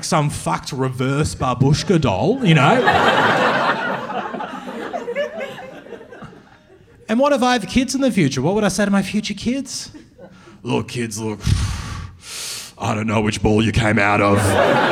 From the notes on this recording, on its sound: Filmed at the Melbourne Comedy Festival. Has the audience gasping and laughing.